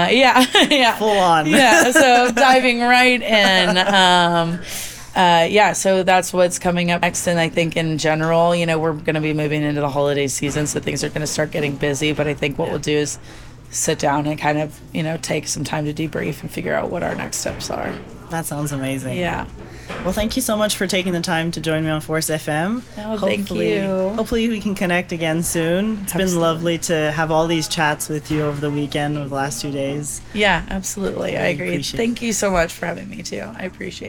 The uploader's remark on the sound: Live From Strategies TBX23. This "Live From..." bonus episode was edited and mixed by Audio Z.